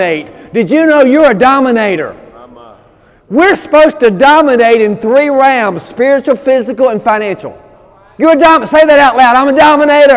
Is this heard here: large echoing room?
yes